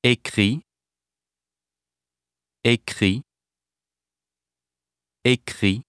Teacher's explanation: The stem final consonants, V and S respectively, are dropped in the singular.